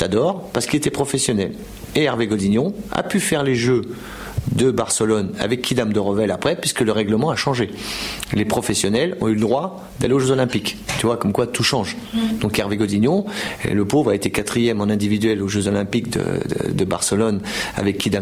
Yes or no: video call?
no